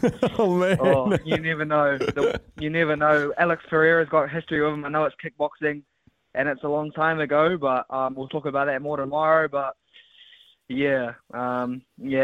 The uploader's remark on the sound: opens up the phonelines